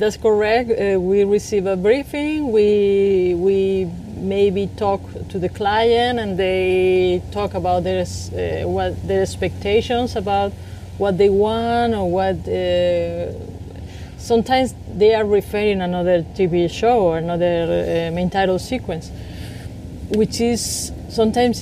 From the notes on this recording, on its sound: was recorded over lunch in her garden in LA